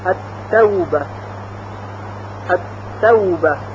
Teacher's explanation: مثلا ت در کلمه توبه وقتی الف و لام بر سر اون قرار بگیره لام ساکن در ت ادغام میشه و حرف ت مشدد نوشته و خونده میشه